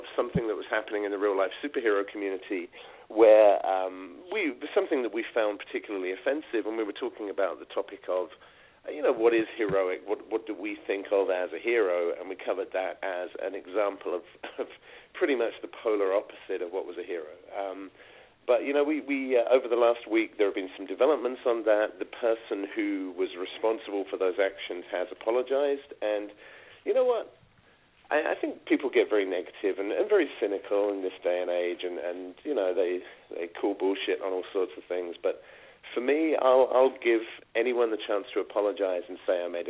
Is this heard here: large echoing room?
no